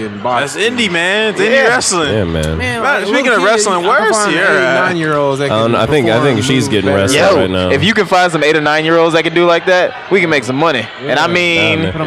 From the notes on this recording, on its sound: Recording live from Dream Con 2019 in Waco Texas. We interviewed a fan and vender at Dream Con.